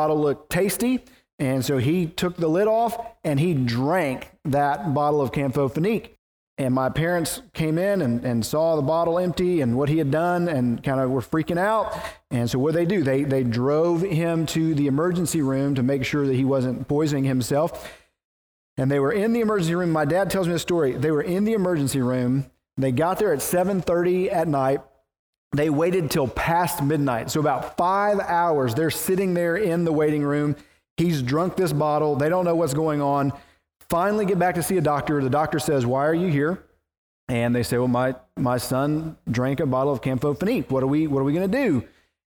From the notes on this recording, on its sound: preached at the First Baptist Church of Naples